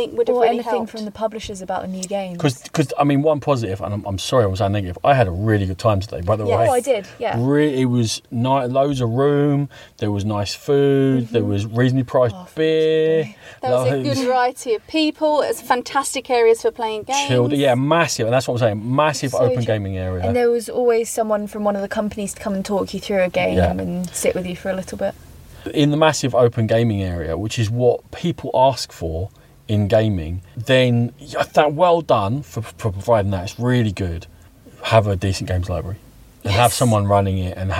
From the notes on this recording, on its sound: on site at Tabletop Gaming Live 2018